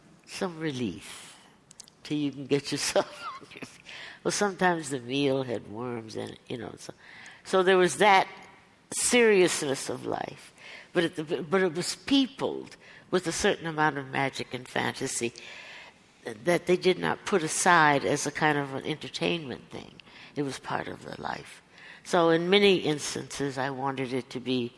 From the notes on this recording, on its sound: LIVE from the NYPL. LIVE closes the Fall 2013 season with a conversation.